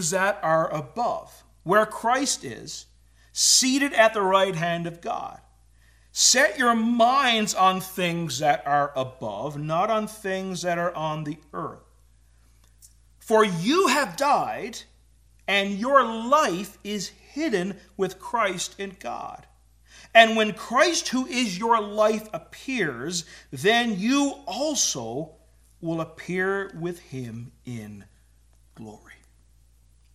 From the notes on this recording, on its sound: Filmed for a service at Philpott Memorial Church in Hamilton, ON.